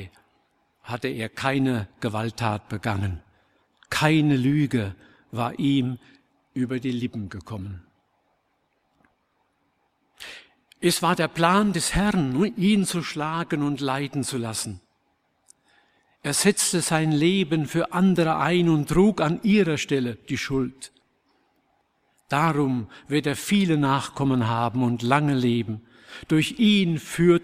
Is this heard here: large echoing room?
yes